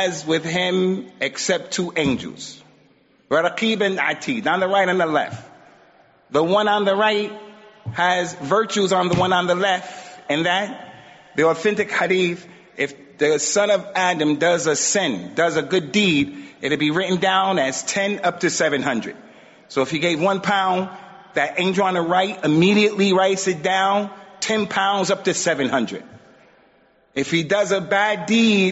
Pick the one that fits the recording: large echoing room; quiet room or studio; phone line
large echoing room